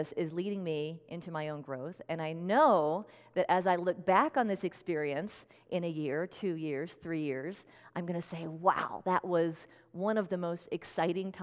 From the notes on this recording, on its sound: Tune in to this special talk, recorded at Unity of Red Rocks in Morrison, Colorado.